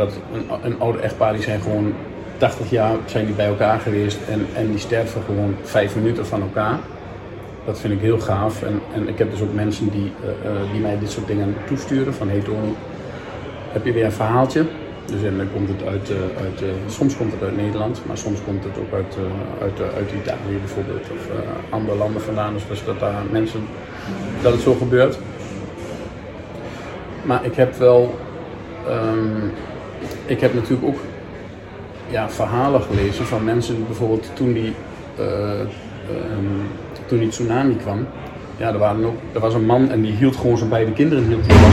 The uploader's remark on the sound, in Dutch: DEZE POD-EN VIDEOCAST IS OPGENOMEN IN EEN OPENBARE RUIMTE EN DAT HOOR JE.